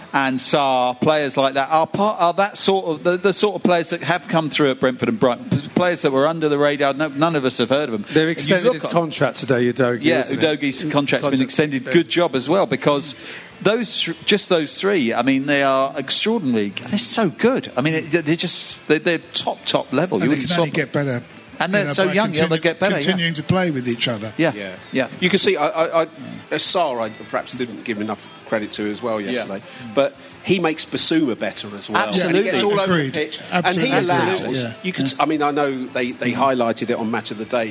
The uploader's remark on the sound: at the Xmas Live Show